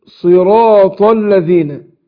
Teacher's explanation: عندنا الصاد مفخمة والراء مفتوحة مفخمة، صراء والألف أيضا هنفخمة عشان تفخيم الحرف اللي قبلها، والطاء مفخمة، بس الصاد عندنا هنا صي مكسورة.